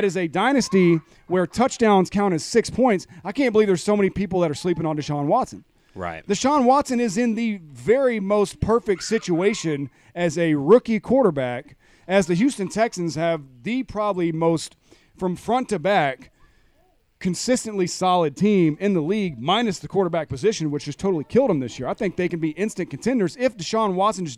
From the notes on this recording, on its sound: We are LIVE from poolside.